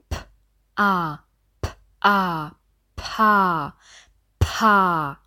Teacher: Also genauso kräftig, genauso viel Luft wie beim Einzellaut bei dem P beibehalten. Auch wenn das P zum Beispiel in der Mitte ist.